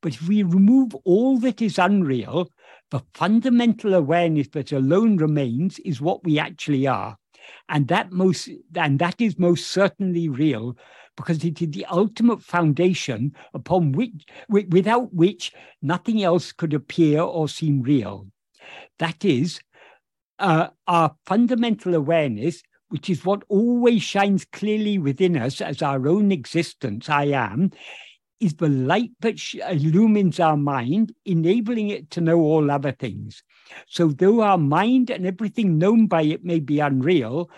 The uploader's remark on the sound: In a Zoom meeting with Ramana Kendra, Delhi, on 15th January 2023